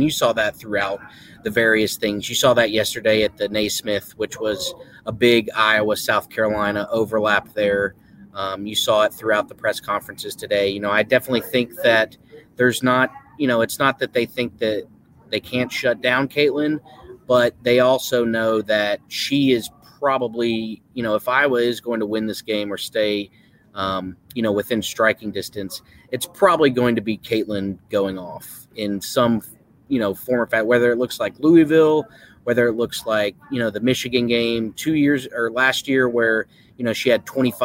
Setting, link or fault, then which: setting, busy venue